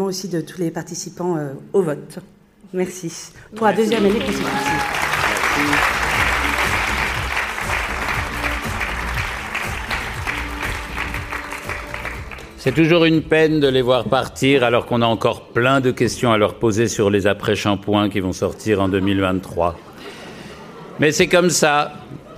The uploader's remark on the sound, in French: en direct du Musée D’Orsay